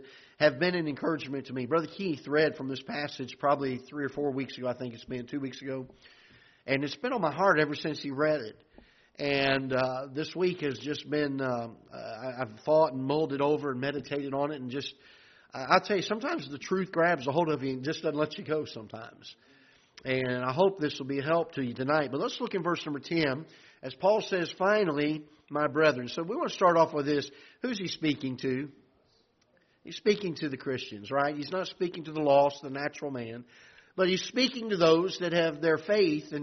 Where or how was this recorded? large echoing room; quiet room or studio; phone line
large echoing room